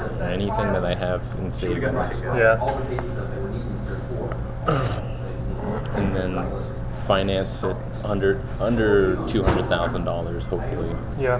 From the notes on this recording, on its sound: iPod recording